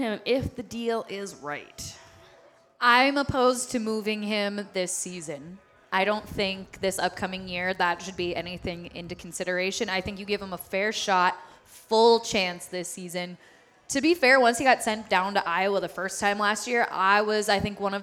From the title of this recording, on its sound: Live from Dugarel’s in Hastings